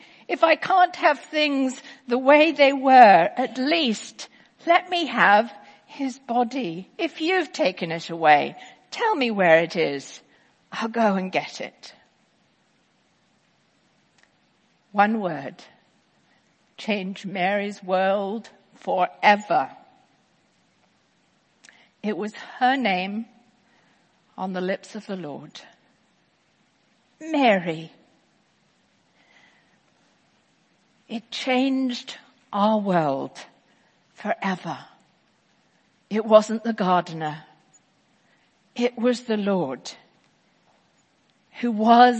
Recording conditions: large echoing room